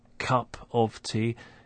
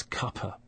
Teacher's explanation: The f sound in of has also disappeared. · Shown in: second take · It's been weakened to a, so it's instead of cup of tea, it's cuppa.